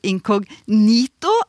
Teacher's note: uttalen med trykk på tredje stavelse. Altså den i-en som er inni ordet incognito